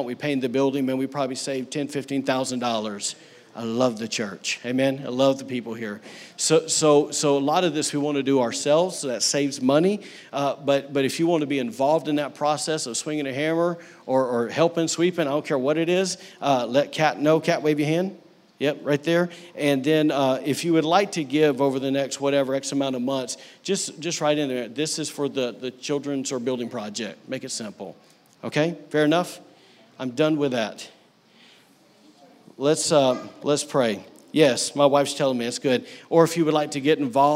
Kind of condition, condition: setting, large echoing room